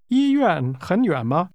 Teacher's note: The Chinese word far 远 sounds like the second part of the word hospital. 医院 However, far has a falling, rising tone, and the second part of hospital has a falling tone.